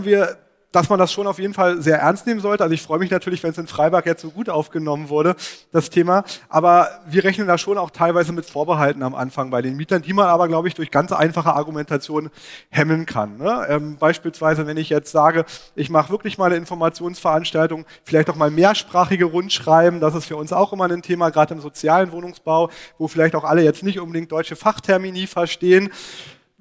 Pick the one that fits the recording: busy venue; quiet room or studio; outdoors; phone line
busy venue